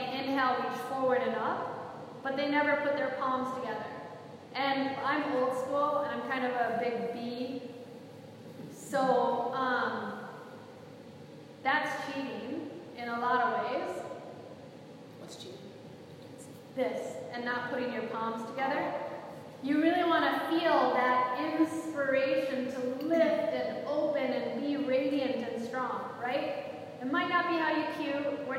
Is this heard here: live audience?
yes